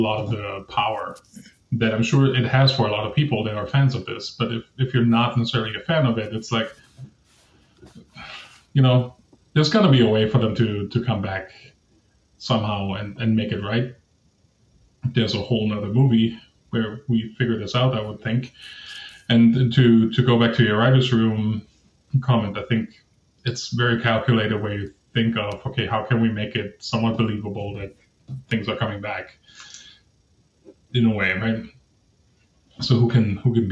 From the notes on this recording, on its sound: Apologies for the sound quality on this episode, we should be back to normal with the next one.